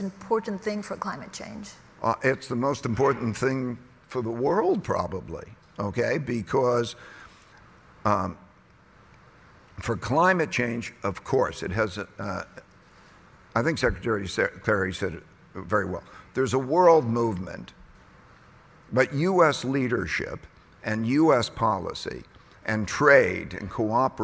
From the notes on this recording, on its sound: at the Bloomberg Green Festival at COP28